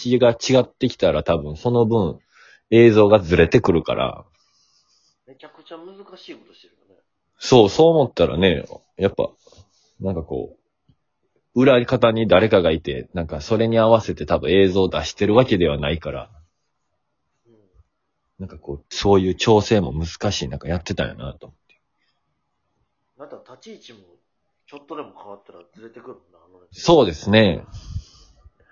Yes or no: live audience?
no